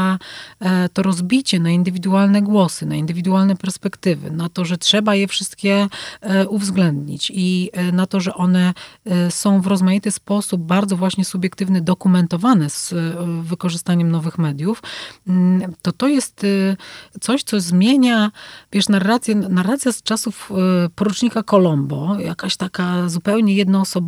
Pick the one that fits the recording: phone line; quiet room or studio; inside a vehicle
quiet room or studio